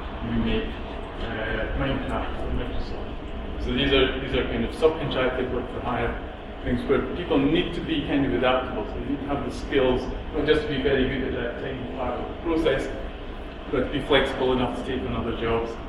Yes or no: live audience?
yes